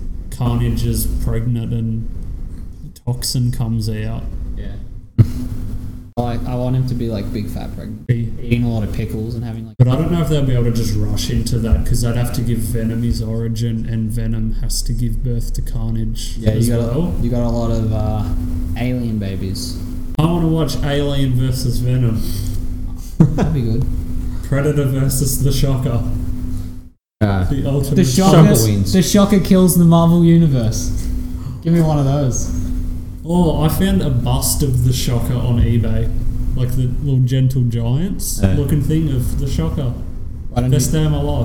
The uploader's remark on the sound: As we sit around a table. In this weeks podcast we headed back down to our local comic shop Mac's comics and collectables and had a chat.